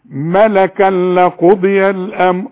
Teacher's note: التنوين اللي بعده لام ما تغنوش ابدا. ملكا لقضي الامر، مقولش ملكا ابدا.